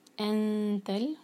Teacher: ان یہاں نون چھپائیں گے، اخفا کریں گے